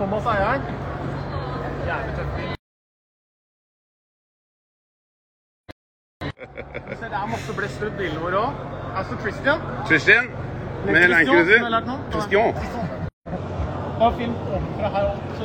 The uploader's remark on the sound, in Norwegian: Liveopptak fra Camp Villmark. Dette er opptaket vi sendte live fra CampVillmark, lastet ned og lastet opp som en podcast...